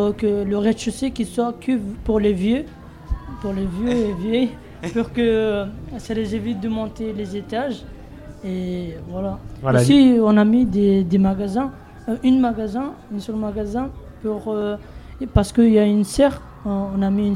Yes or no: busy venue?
yes